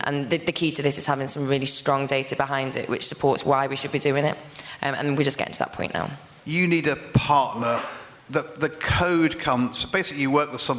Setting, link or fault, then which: setting, busy venue